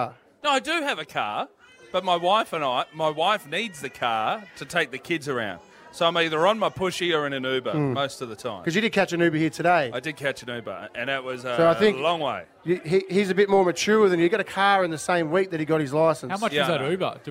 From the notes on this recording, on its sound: Brekky In The Burbs LIVE from Mornington. We're at The Bay Hotel Mornington.